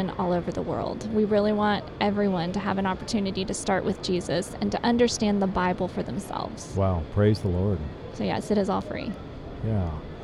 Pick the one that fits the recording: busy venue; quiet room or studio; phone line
busy venue